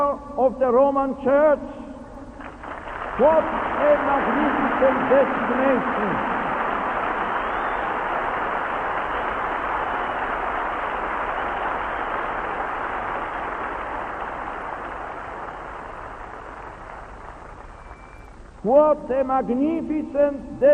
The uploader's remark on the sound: homily at Bellahouston Park in Glasgow in 1982